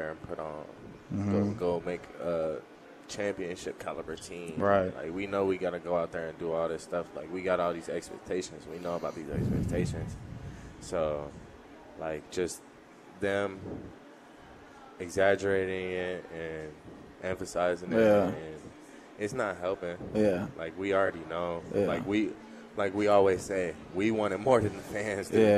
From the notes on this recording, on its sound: Live from Daq Shack!